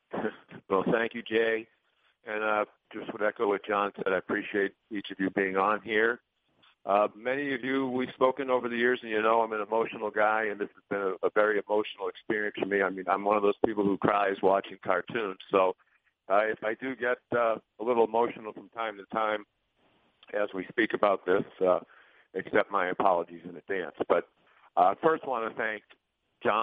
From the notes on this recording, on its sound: A complete recording of the conference call between the media and ESPN's.